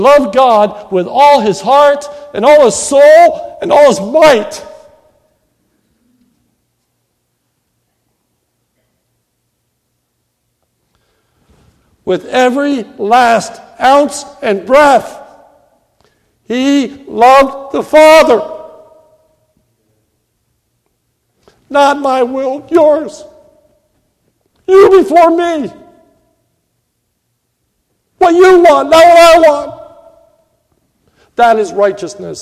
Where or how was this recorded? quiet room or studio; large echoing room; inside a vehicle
large echoing room